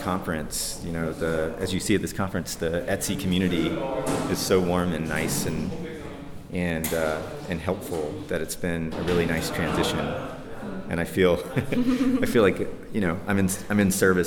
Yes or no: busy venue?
yes